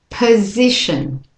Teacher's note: the O in the POS part of the word. That O is a schwa. So I'm not saying position, it's p, again, that's the weak syllable.